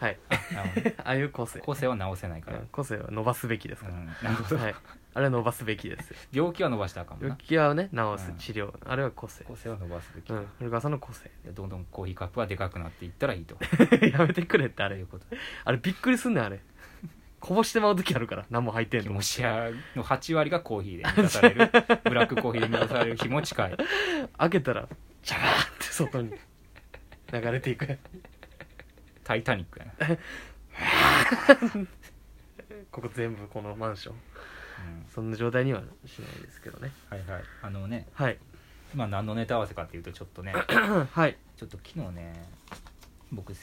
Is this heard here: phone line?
no